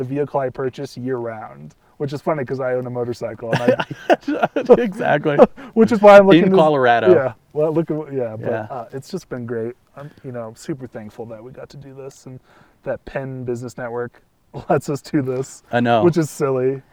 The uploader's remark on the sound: 2020 Jeep Gladiator Rubicon. Record this episode from the side of a mountain.